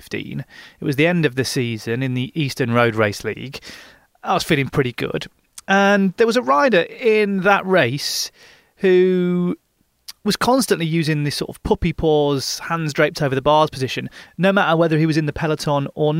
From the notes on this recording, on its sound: from his car, parked outside the velodrome in Copenhagen